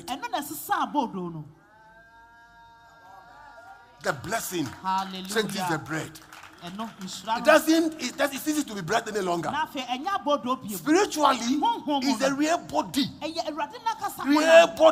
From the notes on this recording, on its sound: Preached at LCC Goshen